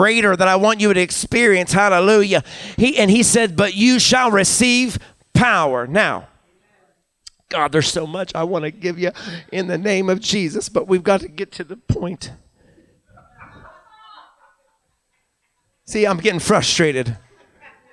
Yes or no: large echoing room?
yes